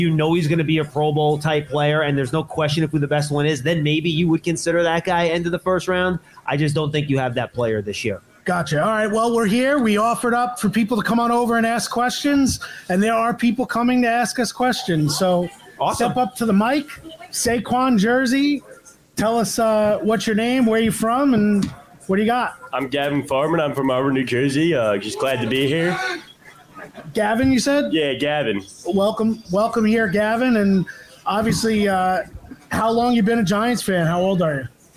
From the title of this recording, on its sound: LIVE From The Giants 2023 Draft Party